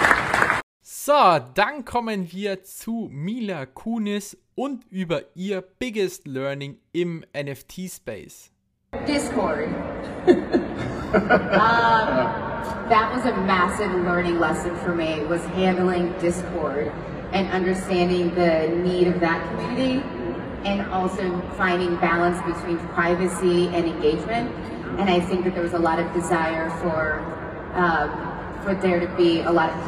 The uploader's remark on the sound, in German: Live-Aufnahmen VeeCon. In der heutigen Podcast-Episode hört ihr live in die VeeCon rein.